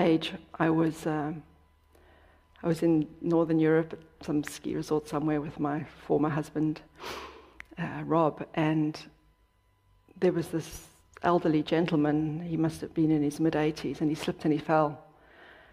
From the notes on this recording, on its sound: Dharma talk at City Center. In this talk, given at Beginner's Mind Temple.